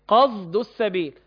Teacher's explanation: صاد عليها مخلوطة صوت زاي · Term: الصاد المشمة صوت الزاي